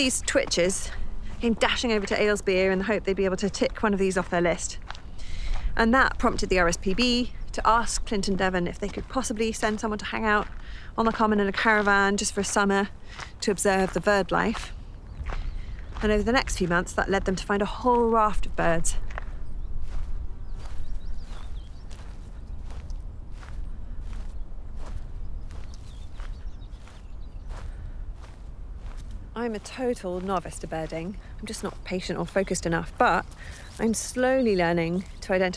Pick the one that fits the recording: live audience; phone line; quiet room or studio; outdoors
outdoors